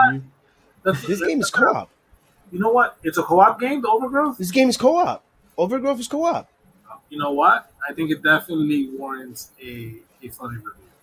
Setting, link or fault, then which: fault, poor sound quality